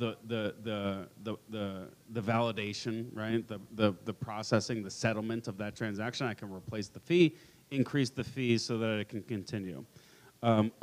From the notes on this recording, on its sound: Live from Pubkey NYC!